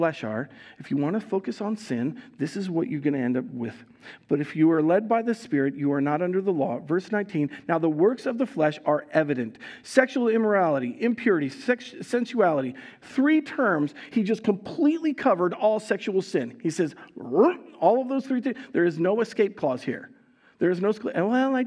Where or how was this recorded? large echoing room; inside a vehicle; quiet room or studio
large echoing room